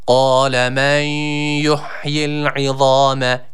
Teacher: Evet, burada geçişte nundan y'ye geçiş var. Kaidemiz gereği burada sakin olan nunu y'ye birleştiriyoruz.